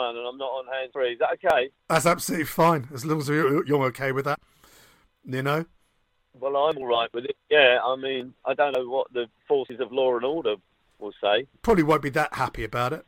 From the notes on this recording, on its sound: on the phone